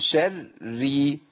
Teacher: وخذي بالك بس من الراء بتفخم منك، بس شري، اي راء عندي مشددة بالكسر، اي الراء الاثنين الساكن ومتحرك مرققين